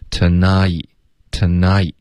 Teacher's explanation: 这个 nai 的双元音别发成 night, tonight, tonight, night 的音就错了是 nai, 一定要有一个滑动从 a 滑到 e